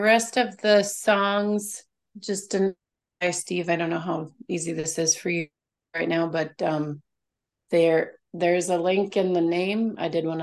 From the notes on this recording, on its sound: Milwaukee Mennonite Church worship service. Slides were used in place of a bulletin because it was a virtual (Zoom) service.